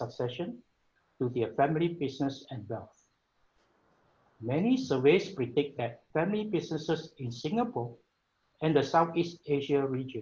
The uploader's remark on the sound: Webinar audio recording dated 26 Aug 2020